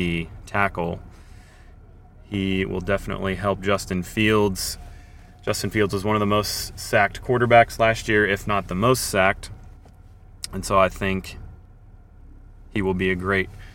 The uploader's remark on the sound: Coming to you live from downtown KC on the morning of the draft.